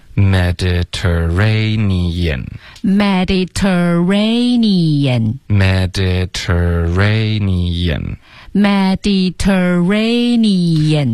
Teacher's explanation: 这个 ter 的音呢，我们就会保持它的这个 ter 的发音。一般美式的发音会把 ter 的音都会给浊化，可是这里不行。不行的原因就是因为它是一个重音的音节，重音的开头的这些 ter 的音一般都不会浊化的。OK，所以我们就发 Mediter，有一个 ter 儿化音，Mediterranean，Mediterranean，结尾的这个 N-E-A-N 这一段呢，很多的学生都会发成一个音节，就发成念念，可是英文呢得分开，你眼你眼，非常明显的两个音节。